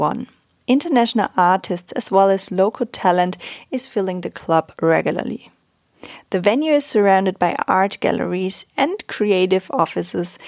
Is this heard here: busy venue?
no